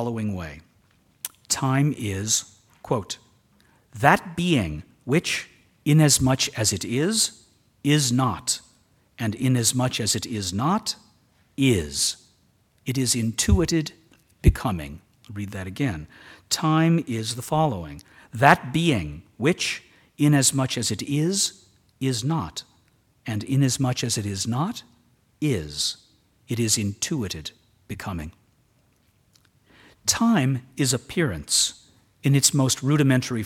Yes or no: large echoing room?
yes